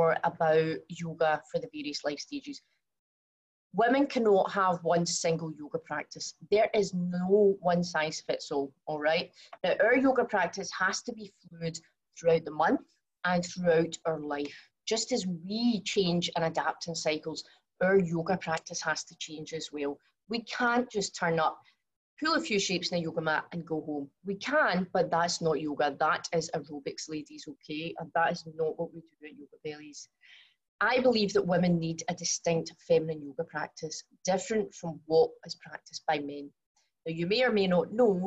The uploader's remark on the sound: From the live webinar.